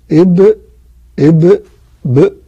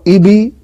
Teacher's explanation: والقلقلة ليست مائلة إلى الكسر ولا إلى الفتح ولا تابعة لما قبلها · Shown in: first take · القلقلة هي تباعد طرفي عضو النطق، فلذلك ما ينفعش تخليها بقى مكسورة ولا مفتوحة.